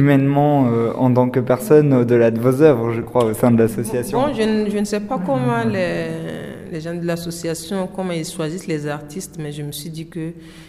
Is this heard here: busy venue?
yes